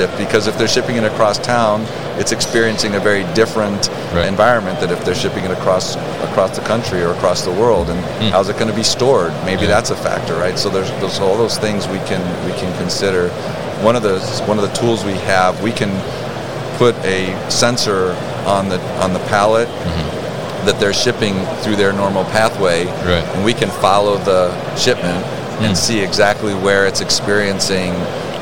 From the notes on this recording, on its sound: Signode at MODEX 2022